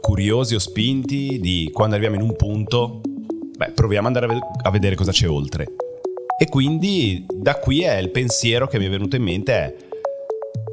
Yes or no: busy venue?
no